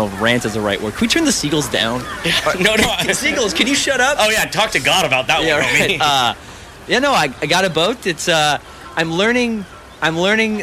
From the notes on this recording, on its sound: go 'live' from Newport Harbor Yacht Club